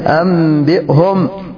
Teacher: تقلب النون ميما عند اتصالها بباء